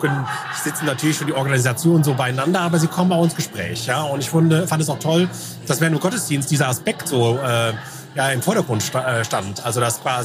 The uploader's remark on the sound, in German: Blaulichtgottesdienst 2022. Alle Hilfsorganisationen waren eingeladen, im Rahmen eines Gottesdienstes zusammenzukommen. Beim gemütlichen Abend mit leckerem Essen unserer Verpflegungseinheit haben wir live einige Stimmen zu dieser rundum gelungenen Veranstaltung eingefangen.